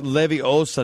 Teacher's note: Got to put the emphasis on the second syllable.